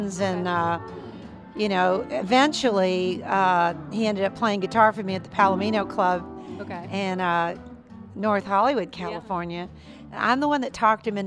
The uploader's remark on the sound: Live from the 5th annual Ameripolitan Awards in Memphis